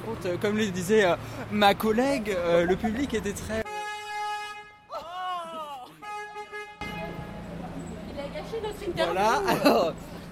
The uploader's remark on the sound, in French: Radio2B s'est déplacée au 28ème festival des premiers films d'Angers, retrouvez notre équipe de reporters sur place